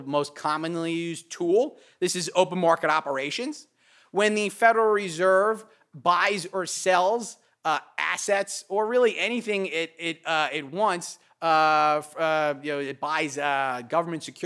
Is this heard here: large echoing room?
yes